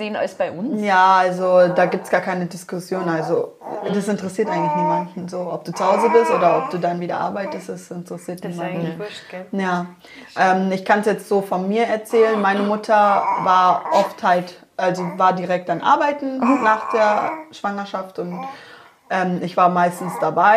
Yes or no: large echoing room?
no